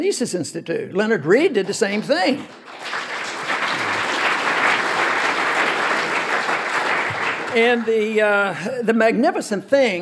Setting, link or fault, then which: setting, live audience